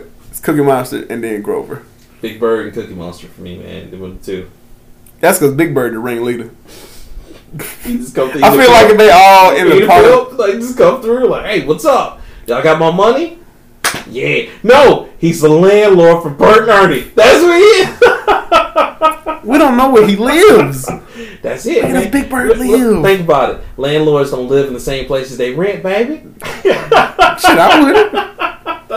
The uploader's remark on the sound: Sorry about the audio again we are really trying to fix it.